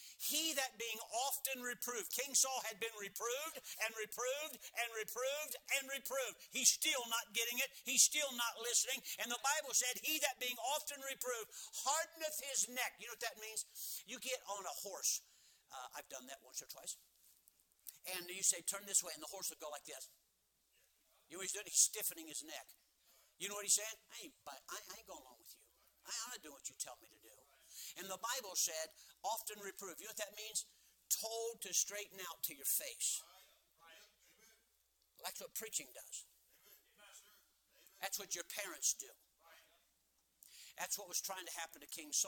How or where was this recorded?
large echoing room